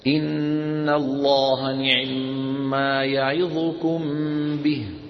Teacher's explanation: يعني كما قلنا سرعة في خفض، احفظوا الكلمتين، سرعة في خفض عند هذا الحرف، عند كسرة العين يسرعون قليلا ويخفضون الصوت · Term: الاختلاس